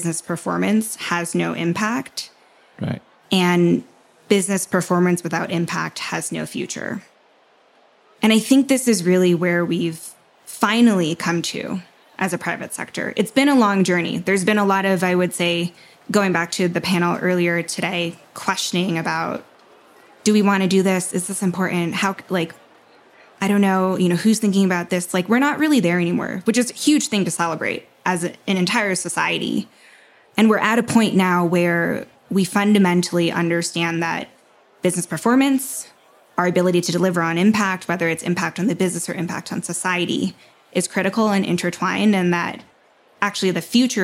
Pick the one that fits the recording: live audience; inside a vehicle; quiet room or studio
live audience